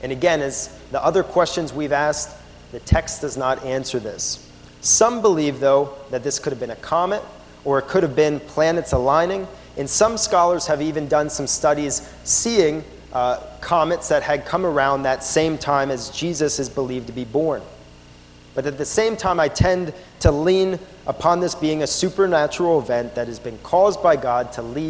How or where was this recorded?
large echoing room